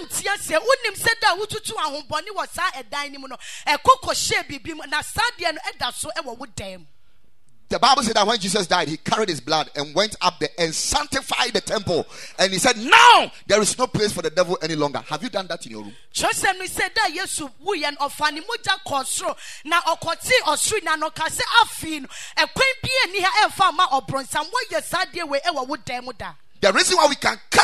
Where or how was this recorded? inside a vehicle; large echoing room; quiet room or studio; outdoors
large echoing room